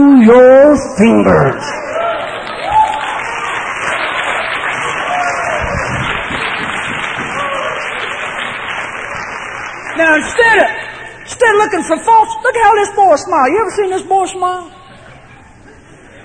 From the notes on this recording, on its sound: preaches at Life Tabernacle Camp Meeting Baton Rouge, LA